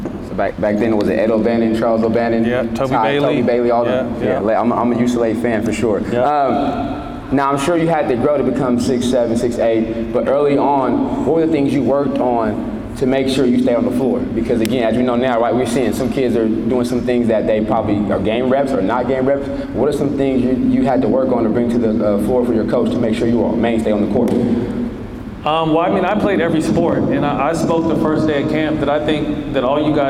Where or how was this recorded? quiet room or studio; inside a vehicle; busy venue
busy venue